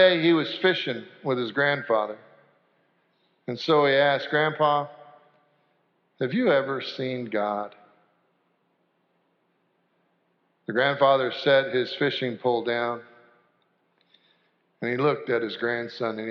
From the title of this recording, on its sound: Sanctuary Service